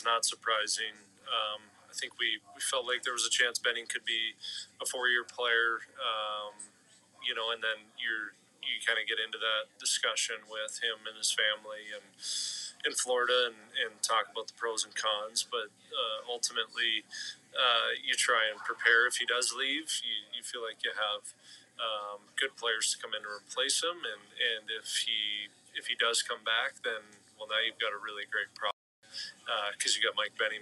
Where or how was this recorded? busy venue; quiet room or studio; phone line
busy venue